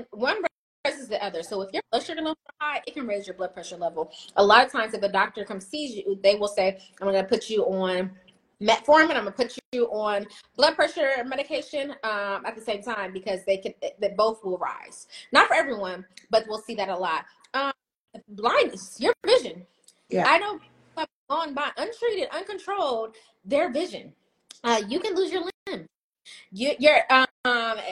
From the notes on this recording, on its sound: Sorry for the choppy sound quality. This live was supposed to be on TikTok but it gave us issues so last minute, we switched over to Insta and unfortunately the sound quality isn't the best.